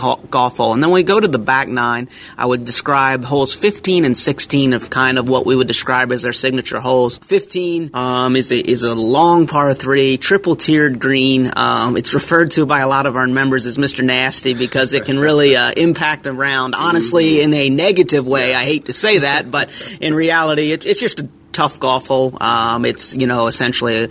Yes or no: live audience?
no